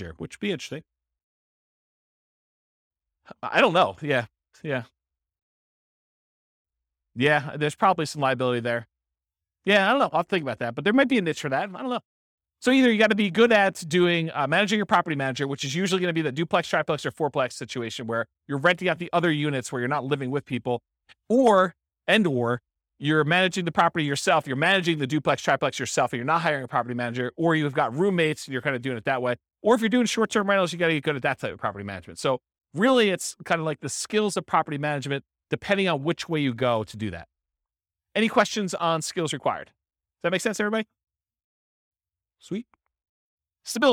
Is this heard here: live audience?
yes